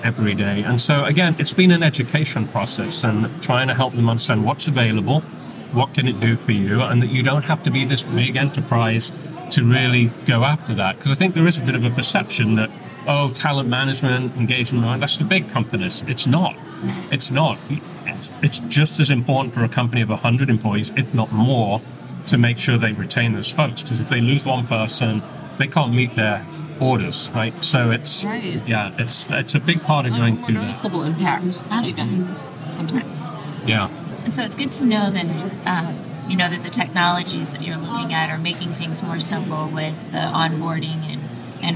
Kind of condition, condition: setting, busy venue